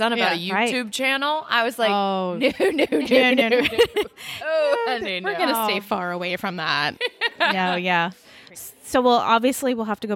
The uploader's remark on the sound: LIVE FROM TRIC